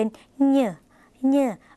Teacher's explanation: ออกเสียงขึ้นจมูกเป็นเหย่อเหย่อเหมือนในภาษาเหนือหรือภาษาอีสาน · Term: ย่อยุ่ง